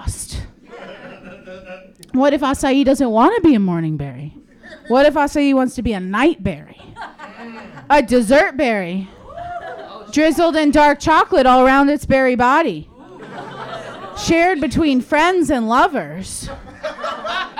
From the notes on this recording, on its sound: Failure Live at the Lincoln Lodge. The first-ever LIVE AUDIENCE episode. Faces hurt from laughing so hard.